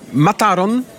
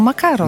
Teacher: Asymilacja na odległość, bo K zostaje zamienione na T, ale pod wpływem antycypacji · Shown in: first take · czyli aparat mowy przygotowuje się po prostu.